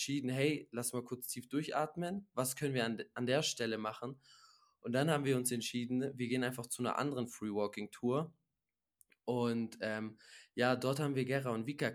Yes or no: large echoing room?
no